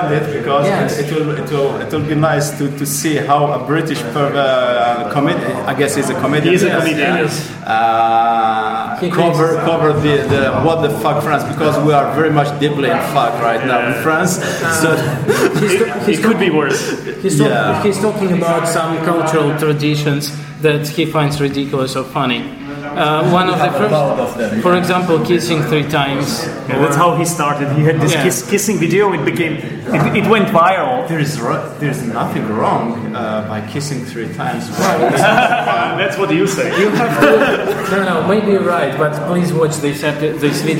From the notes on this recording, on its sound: This is the second part of the episode which was recorded during the first Lepster meet-up in Prague.